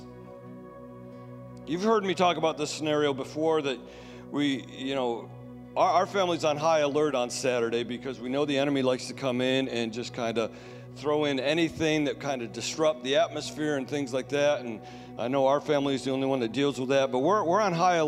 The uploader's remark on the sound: Sunday Service Recording.